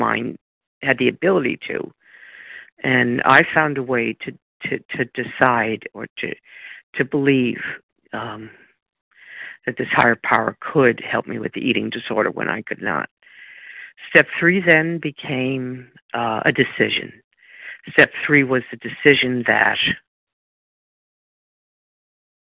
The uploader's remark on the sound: from the 100 Pounders Phone Meeting on 12/10/20